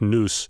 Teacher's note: She says the Z at the end, more or less like an S, so it sounds like noose. A lot of Americans do that variably, occasionally, but a lot of Wisconsinites in that part of the state are now doing that pretty regularly.